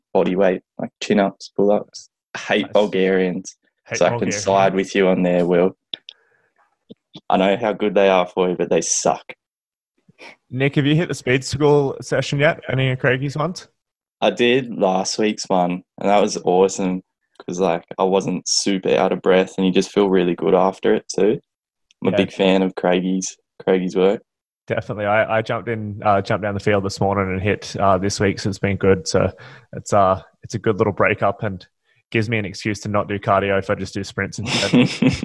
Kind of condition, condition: link, video call